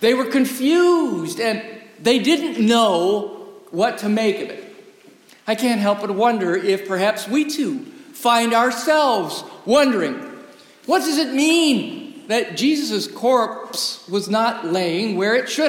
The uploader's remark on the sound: Recorded live in the historic, 317-year-old sanctuary of (Old) Rehoboth Presbyterian Church, the "Birthplace of American Presbyterianism".